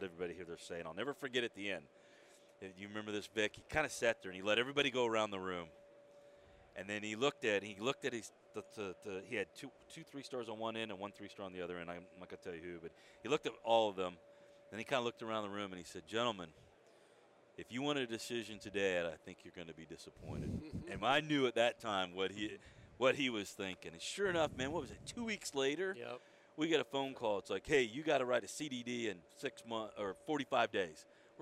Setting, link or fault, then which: setting, busy venue